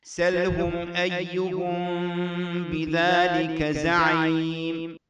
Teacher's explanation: ميم ساكنة بعدها باء. هذه الميم تخفى ويسمى الحكم الإخفاء الشفوي